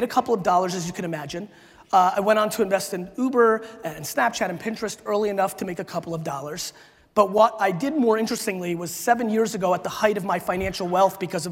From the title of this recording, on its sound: A Keynote: SALT Conference 2017